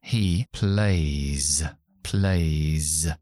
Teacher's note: Vibra mi voz cuando pronuncio esa S.